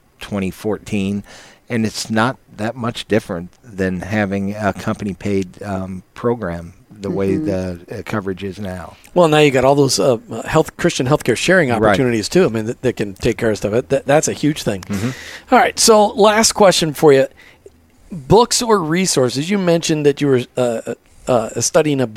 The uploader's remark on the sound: An inspiring time LIVE from the Office Pride ANNUAL RETREAT.